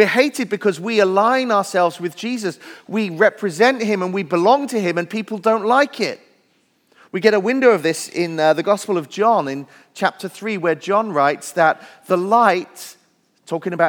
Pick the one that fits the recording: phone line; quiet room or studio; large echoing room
large echoing room